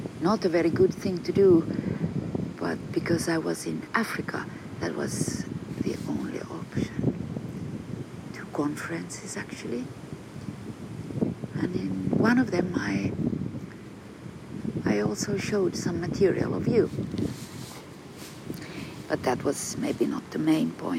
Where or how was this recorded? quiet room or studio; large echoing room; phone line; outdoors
outdoors